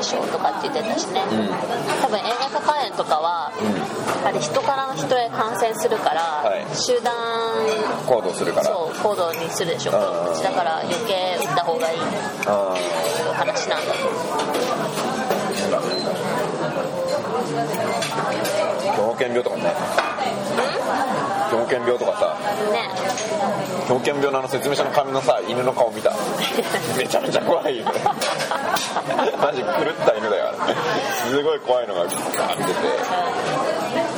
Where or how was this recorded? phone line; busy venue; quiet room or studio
busy venue